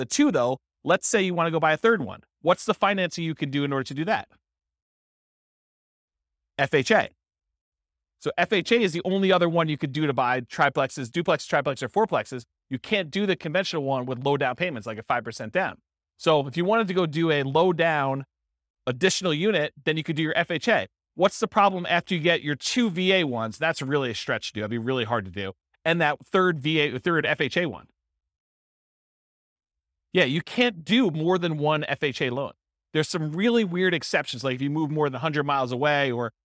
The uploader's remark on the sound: This was a live class recorded